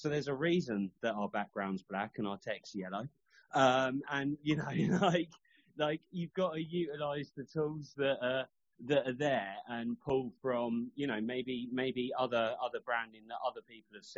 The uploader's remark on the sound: They spend the first half talking to each other about the topic then open up the floor to anyone wanting to give feedback or as questions on topic.